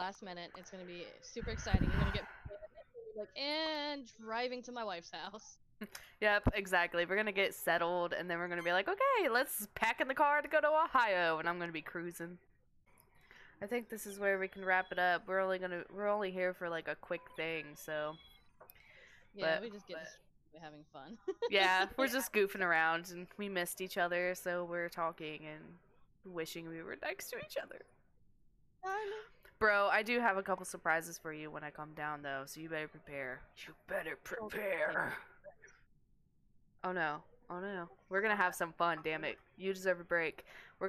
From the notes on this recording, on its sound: Not the best audio since we are at the hotel still.